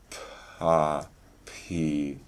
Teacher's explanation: And in the case of an unvoiced p, that air pressure goes up through the vocal tract, the velum closes off the nasal passages, the lips close together, a little bit of pressure is built up, the elastic tissues of the mouth are pushed apart, and then they reach a point of release, that air explodes out through the lips